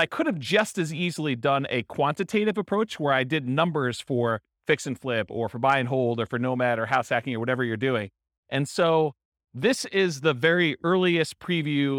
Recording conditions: live audience